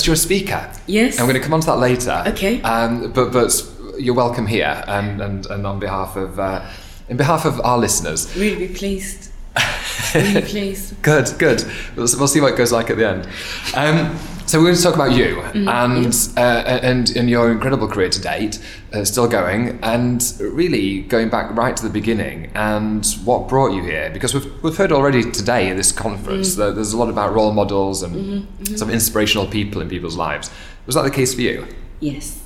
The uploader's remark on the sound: Set backstage at the Women in Law conference